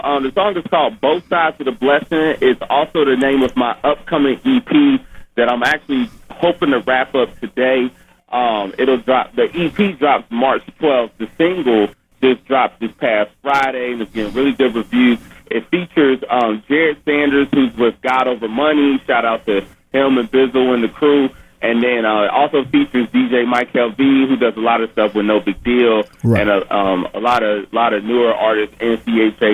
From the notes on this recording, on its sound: phone interview